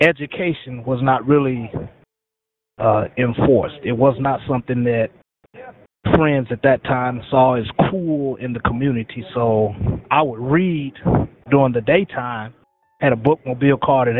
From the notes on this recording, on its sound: Here today we have him on the line with us calling in from Pendleton Correctional Facility.